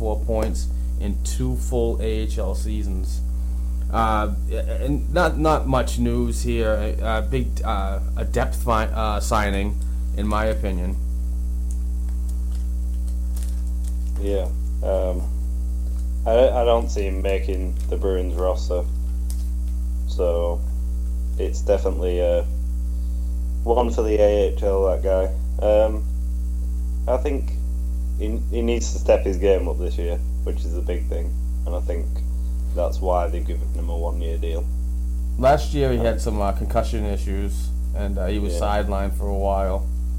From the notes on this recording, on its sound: We once again apologise with the technical difficulties as we're trying to find other avenues to provide our followers with the best recordable content available.